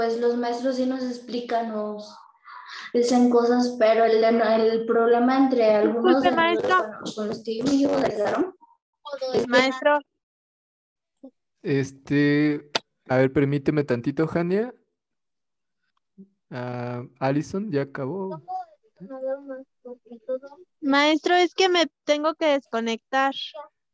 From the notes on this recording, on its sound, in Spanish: Grupos Zoom de 1°ABCyD. Escuela Miravalles, Iztapalapa, CDMX.